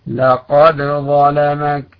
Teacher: من يقرأ برواية حفص أو رواية قالون فيظهر الدال عند الظاء لقد ظلمك، أما من يقرأ برواية ورش فيظلمها لقد ظلمك.